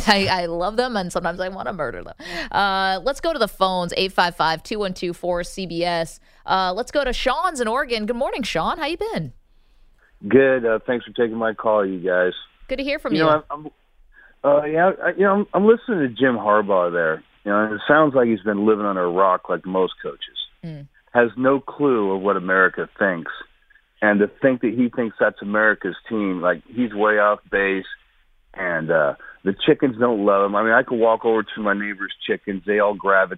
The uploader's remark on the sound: We field calls on Jim Harbaugh, his suspension and recent press conference.